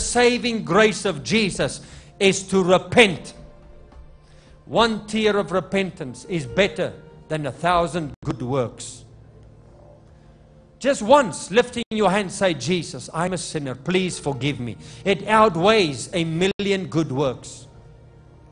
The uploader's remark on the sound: LIVE MID WEEK SERVICE| ECG CHURCH